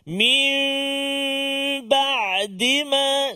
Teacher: cara dia bacaannya menukarkan suara huruf nun kepada huruf mim berserta dengan de dengung. · Term: iqlab